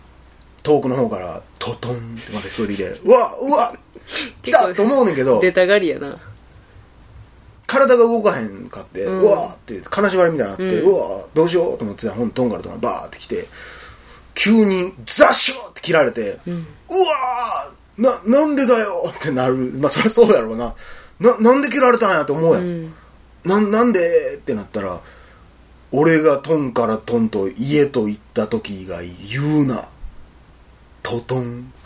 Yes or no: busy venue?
no